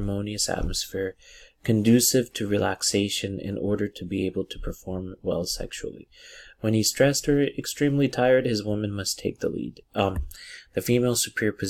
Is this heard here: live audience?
no